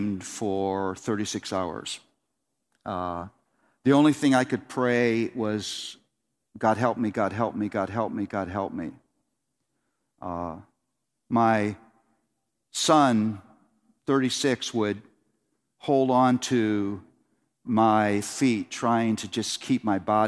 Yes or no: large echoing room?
yes